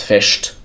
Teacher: Im Schwäbischen ist es so, dass vor allen Konsonanten ein S immer als Sch ausgesprochen wird. Der Schwabe sagt nicht das Fest, sondern das Fest.